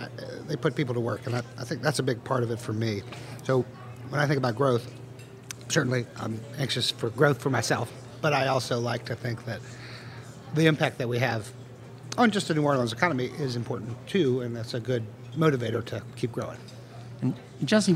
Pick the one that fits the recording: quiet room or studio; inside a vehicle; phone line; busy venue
busy venue